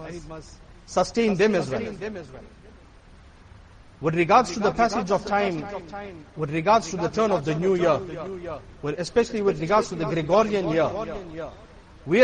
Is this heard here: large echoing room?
yes